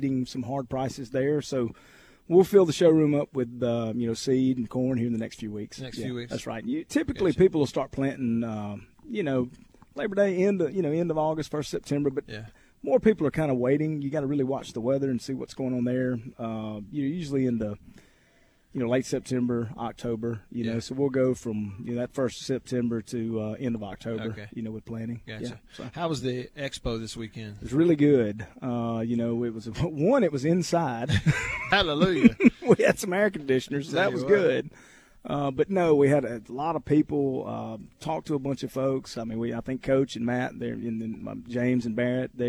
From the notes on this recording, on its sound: LIVE from DeViney Equipment in Madison